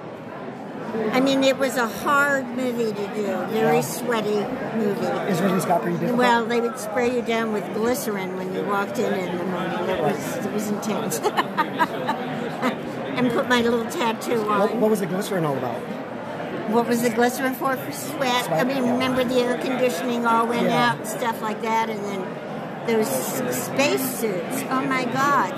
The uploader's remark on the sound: Live From The Hollywood Show. Short Walkthru of a convention of celebrities with a quick interview.